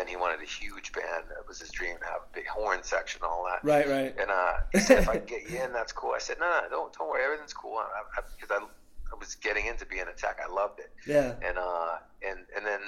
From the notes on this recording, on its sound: Just a quick call in Interview